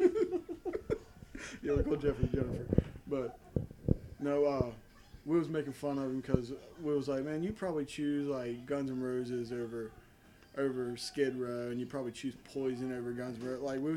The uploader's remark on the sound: The quality is shite. We had 1 mic.